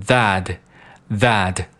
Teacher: 这个 t，省略，啊，不是省略啊，是把它给它进行浊化，变成一个 d，变成 that，that。为什么呢？因为后面出现了一个元音开头的单词 n。那这样的话，我们就可以把这个 that 和 n 进行连读，读成 thatn，thatn。然后再和后面的 a 连读，变成 that n 呢，that n 呢。后面 million，million。那这个里面这个 million 有两个难点，一个是 l，一个是 n。为什么难？因为这两个单词都需要我们把舌尖儿顶到上牙床来发出这两个声音。首先第